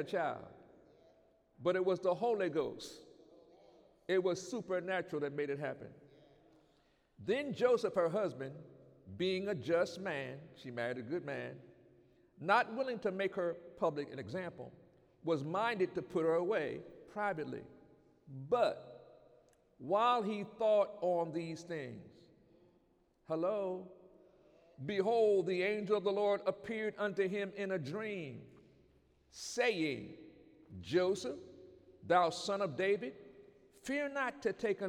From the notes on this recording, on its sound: During Sunday morning service.